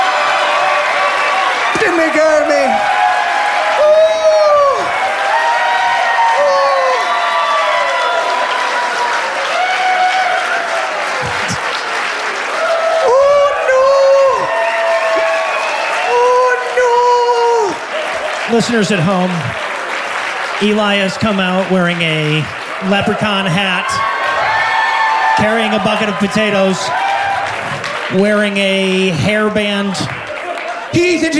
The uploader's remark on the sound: LIVE from Seattle